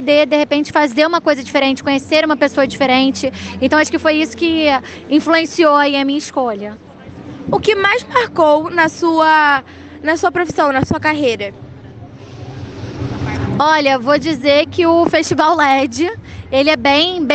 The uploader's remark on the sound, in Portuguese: Entrevistas realizadas no festival led 2023